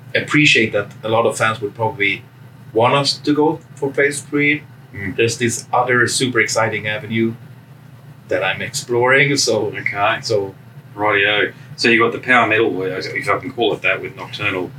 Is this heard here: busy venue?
yes